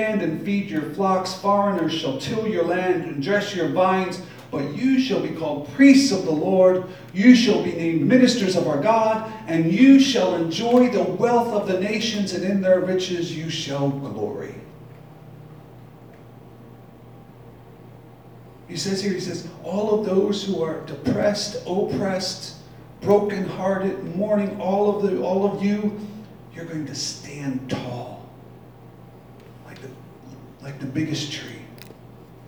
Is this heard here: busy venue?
yes